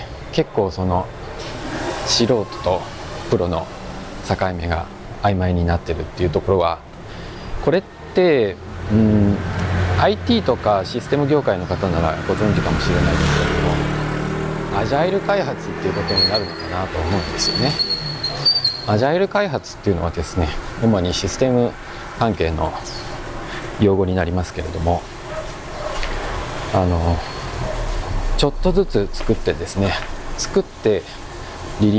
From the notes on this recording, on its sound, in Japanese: 台北MRT松山新店線の「台電大樓」駅付近を歩きながら。プロにはかなわないが、音質は改善を試みてきた。